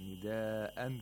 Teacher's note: Nida'an, this is matul muttasil. This is conjunct lengthening. It's different from matul munfasil. You have to lengthen it to four or five vowel counts.